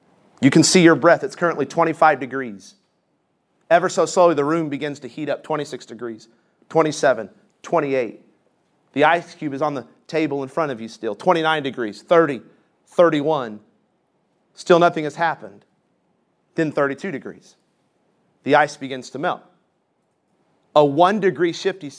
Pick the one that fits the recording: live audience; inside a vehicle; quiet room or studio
live audience